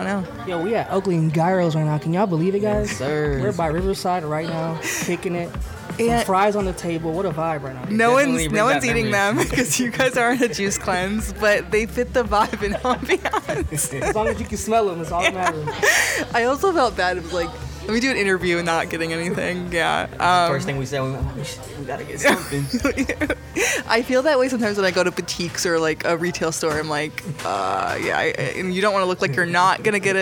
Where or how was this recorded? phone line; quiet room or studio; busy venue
busy venue